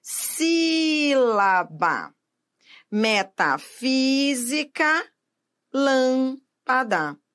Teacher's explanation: A sílaba tônica é a antepenúltima sílaba da palavra. · Term: proparoxítonas